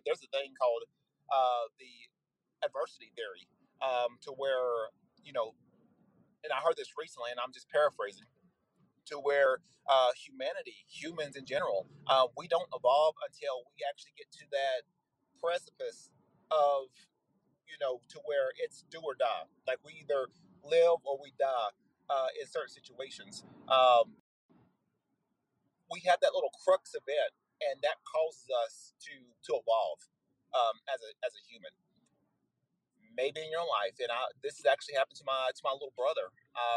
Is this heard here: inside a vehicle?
yes